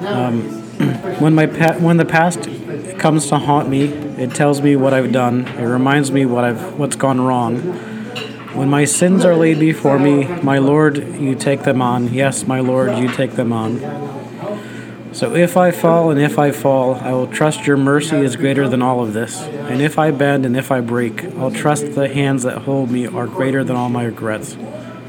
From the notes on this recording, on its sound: This episode was recorded at The Newton Sports Bar and Kitchen. This episode was recorded at The Newton Sports Bar and Kitchen.